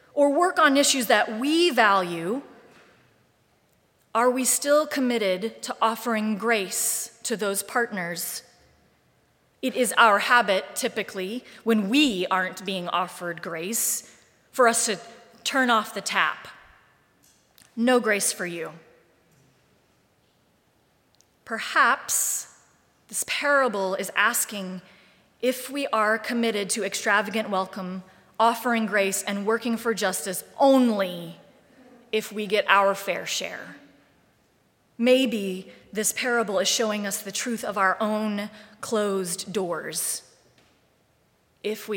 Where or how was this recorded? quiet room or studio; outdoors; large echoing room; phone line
large echoing room